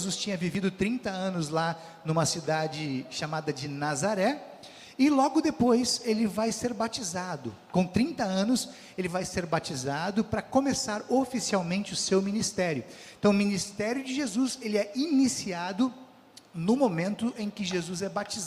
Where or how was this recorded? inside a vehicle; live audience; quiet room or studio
live audience